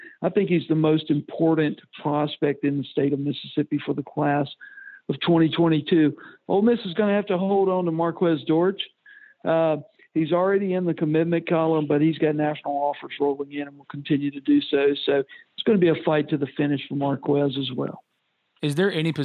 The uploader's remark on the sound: joined on the Modern Woodmen phone line